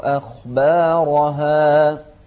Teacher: نوضح هنا الهمزة المرققة والخاء المفخمة والباء بعدها ألف إذن ترقيق، والراء مفخمة والهاء بعدها ألف ترقيق